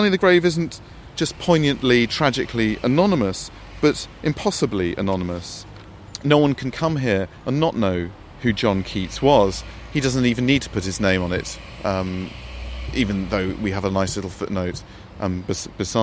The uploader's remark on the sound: Recorded in Rome’s Cimitero Acattolico. Beside the grave of John Keats.